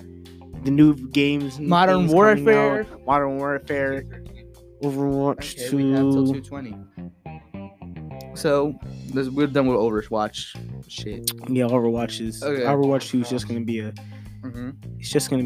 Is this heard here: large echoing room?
no